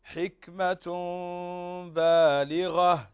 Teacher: طيب حكمة بالغة تنوين وبعده الباء فهنا حكمه الإقلاب فتقلب تقلب هذه النون التي آخر التنوين تقلب ميم وتخفى عند الباء بغنة مقدارها حركتين